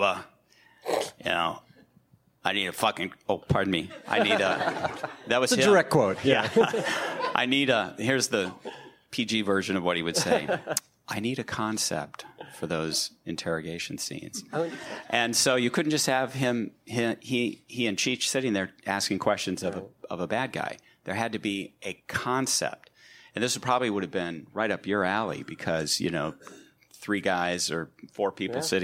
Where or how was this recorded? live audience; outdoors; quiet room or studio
live audience